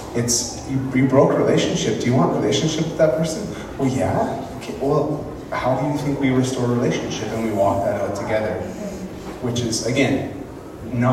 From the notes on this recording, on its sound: speaking in Moose Lake Pentecostal Camp